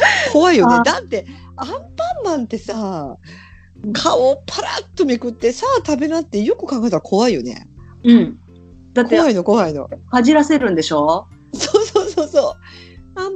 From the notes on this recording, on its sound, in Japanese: 広島・高知・島根。海外という事はあまり関係ないのかも知れないのですが、ネットの設定環境が安定せず、いつも以上に音質が乱れていてごめんなさい※。